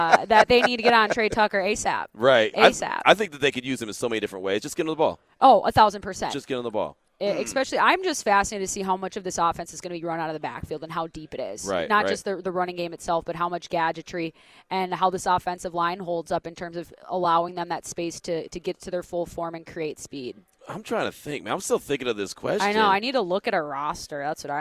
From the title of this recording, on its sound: LIVE AT CIRCA SPORTS